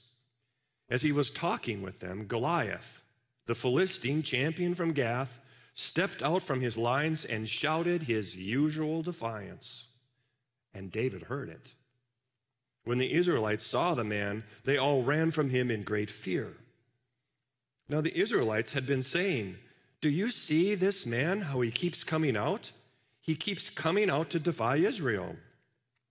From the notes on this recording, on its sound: Live from our Celebration Ministry Center